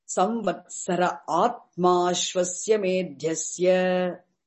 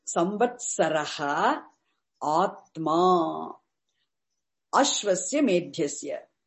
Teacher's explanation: Visarga is dropped. So when Visarga is followed by a long vowel Akara, it is dropped · Shown in: first take